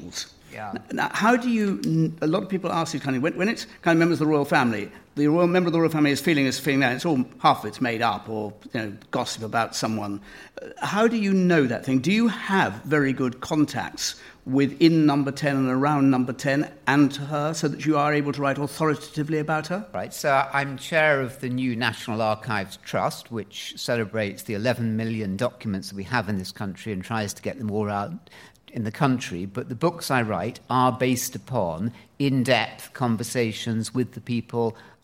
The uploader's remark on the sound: political debate from the Student Union at Aston University